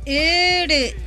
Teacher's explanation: Notemos que em Wapchana a diferença entre as palavras iru e uru, ele e ela, é a qualidade das vogais. Para dizer iru, a vogal é feita com os lábios em forma de sorriso.